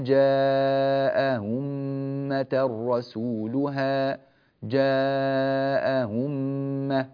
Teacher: الأولى مفتوحة الثانية مضمومة، نسهل الثانية بين كما نطقنا